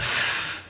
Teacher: الانسان يضع اطراف اسنانه العليا على باطن الشفا السفلى · Term: الفاء